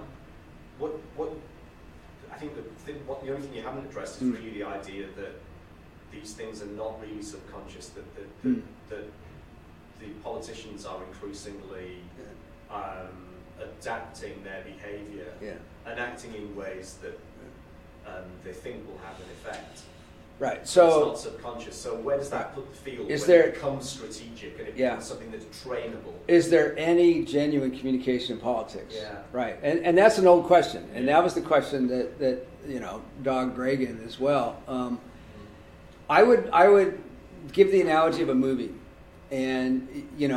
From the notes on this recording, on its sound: This O3C Seminar Series event was recorded February 27, 2020, at Loughborough University and was co-sponsored by the Centre for Research in Communication and Culture at Loughborough.